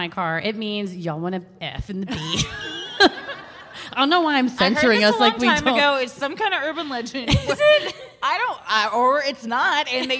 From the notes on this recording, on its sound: Recorded Live at LOL San Antonio.